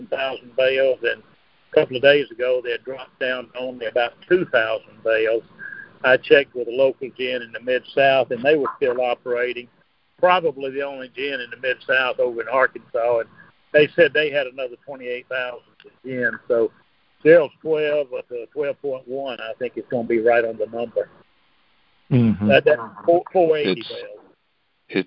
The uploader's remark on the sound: Monthly Cotton Conference Call.